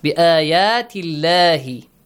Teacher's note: Produce the sound of lam in the word Allah with a light sound. Lightly pronounce it.